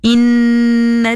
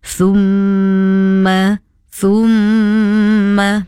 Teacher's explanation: Hanya perlulah dibaca dengan dengung selama dua harokat. Okey, suara dengungnya mestilah jelas dan tidak terlalu pendek. · Term: gunnah